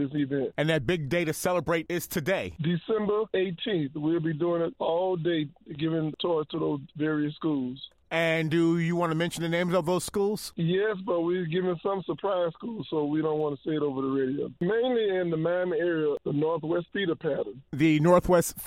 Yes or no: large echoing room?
no